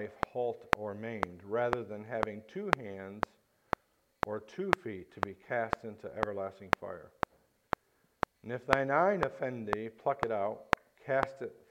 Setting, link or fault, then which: setting, large echoing room